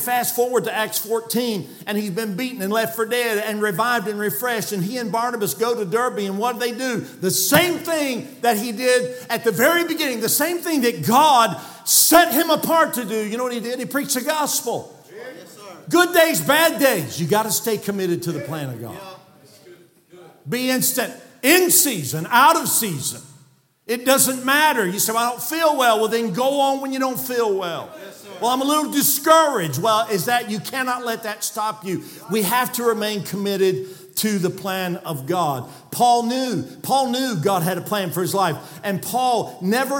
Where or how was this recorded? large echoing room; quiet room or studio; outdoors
large echoing room